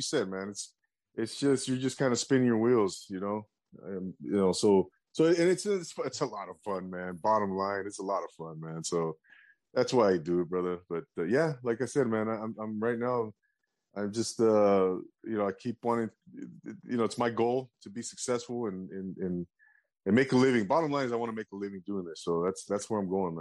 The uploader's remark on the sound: drops in on a zoom chat